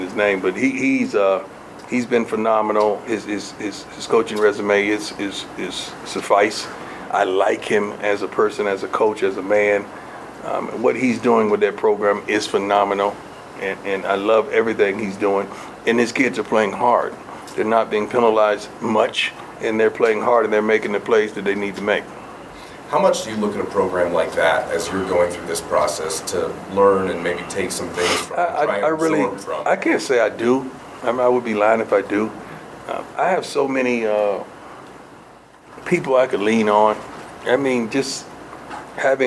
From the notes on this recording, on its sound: during Colorado's weekly press conference in the Champions Center